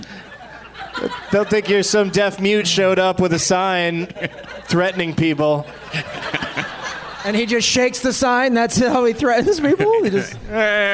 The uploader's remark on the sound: Live from the Helium Comedy Club in Portland Oregon